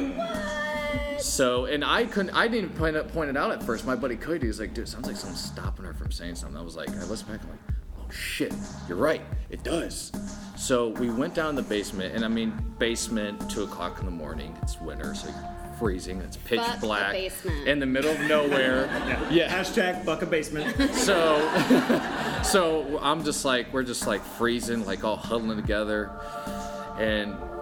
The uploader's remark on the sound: LIVE from Louisville Supercon. In this, our very FIRST live show.